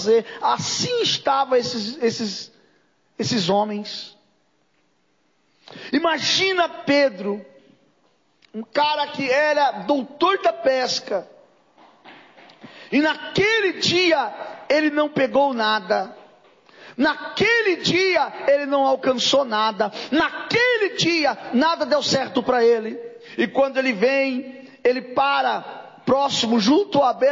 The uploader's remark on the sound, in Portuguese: Culto gravado em 02/08/2022 durante culto das causas impossíveis